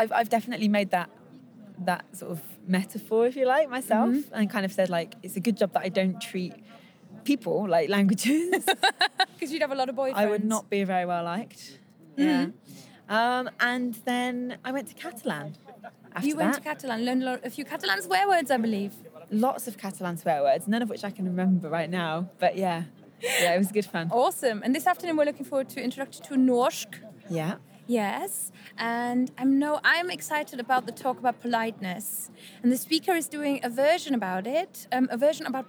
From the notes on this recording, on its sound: Live from the Polyglot Gathering 2017. The live clips are. Interviews, impressions and fun from the conference floor.